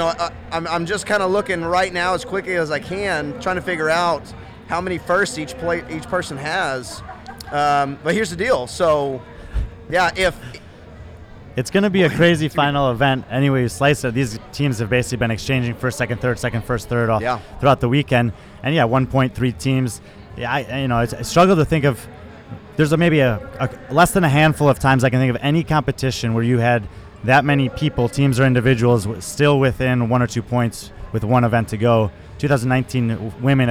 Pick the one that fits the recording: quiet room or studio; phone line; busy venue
busy venue